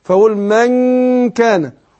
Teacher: أنا ما أقول من كان أنا أقول زي ما قلنا بنخفي النون في نفسها وبعدين ننطق الكاف اللي بعدها · Term: إخفاء النون